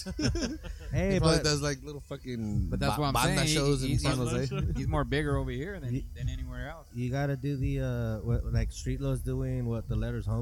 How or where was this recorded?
busy venue